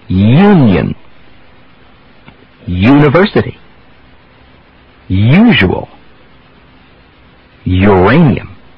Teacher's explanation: the gliding y, Y sound can be part of the letter U with no Y at all in the spelling